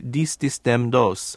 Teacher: Spanish frequently substitutes a D or a T for these THs. For example, instead of saying these, this, them, those, they're more likely to say dis, dis, dem, dos.